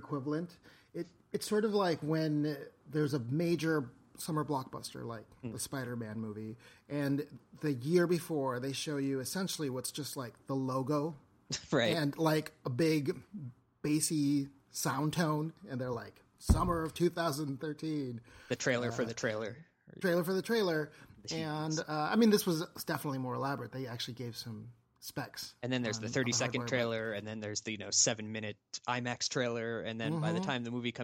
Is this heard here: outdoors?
no